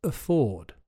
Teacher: If you can't afford it, then you don't have enough money. The stress is on the second syllable, so the AF at the beginning is weak, and you say afford.